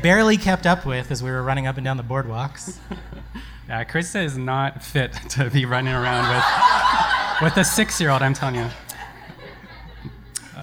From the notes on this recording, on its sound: On September 29, Let’s Find Out hosted a live podcast recording at the Aviary, with short talks and activities about parks.